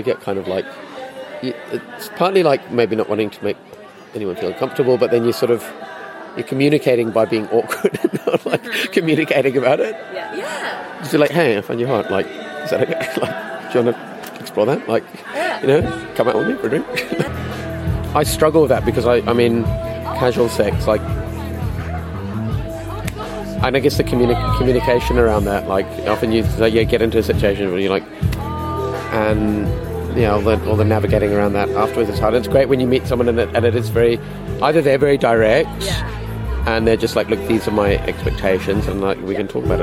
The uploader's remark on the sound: the LIVE recordings from The Summer of Love festival